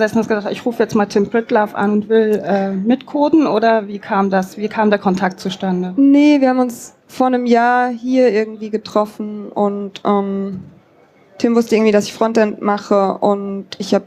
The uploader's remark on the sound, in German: 33c3-sendezentrum. Live vom 33C3.